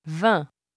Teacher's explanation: The vowel sound in 20 is always nasalized, and the N and the G are never pronounced.